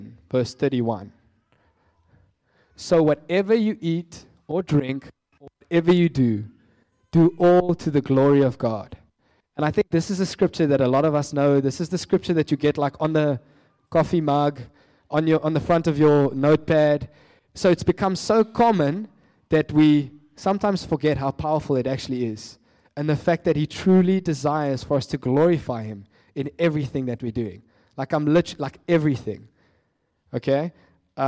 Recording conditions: large echoing room